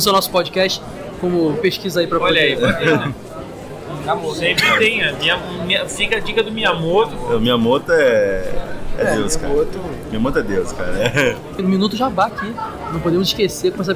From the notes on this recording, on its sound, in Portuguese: Lendas presentes na #BGS2018. Em nosso último podcast gravado na #BGS2018.